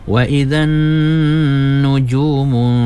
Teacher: nun sabdu tu wajib gunnah, kena dua harkat gunnahnya, dengungnya ya